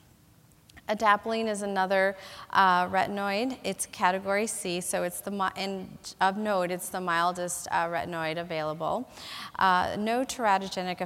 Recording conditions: large echoing room